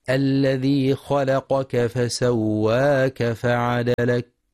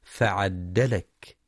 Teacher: ينتبه القارئ برواية حفص لتخفيف الدال وعدم تشديدها · Shown in: first take